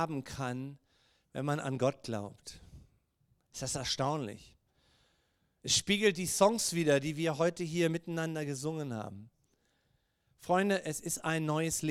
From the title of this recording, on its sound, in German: Gottesdienst Predigt